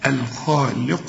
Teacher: بعد الخاء في ألف عشان تمدها الخاء، وبعدين اللام هنا مكسورة فتكون أكثر رقة